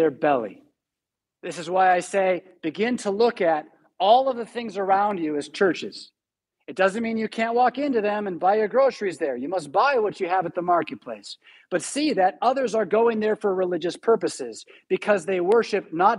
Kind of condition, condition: setting, large echoing room